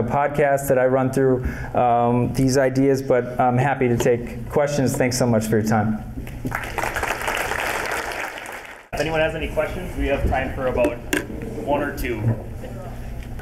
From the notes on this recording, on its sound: Lecturing at Minnesota State University, Mankato on October 25th, 2022, for an annual mental health conference.